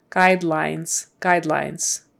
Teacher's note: the S at the end is a Z